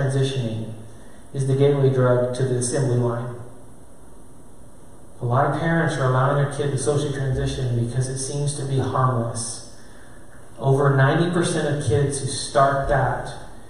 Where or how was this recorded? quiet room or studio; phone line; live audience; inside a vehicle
live audience